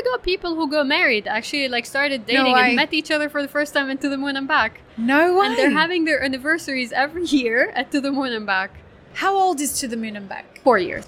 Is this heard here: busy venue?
yes